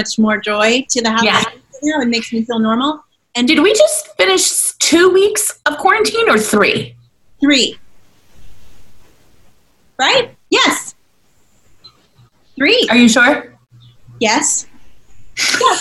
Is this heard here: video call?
yes